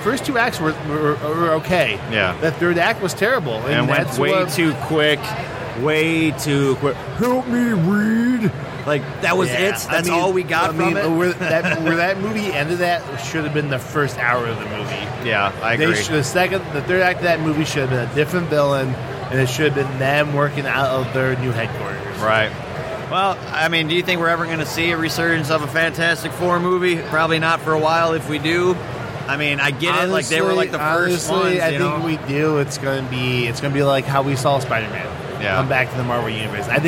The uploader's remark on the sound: Live from Motor City Comic Con 2017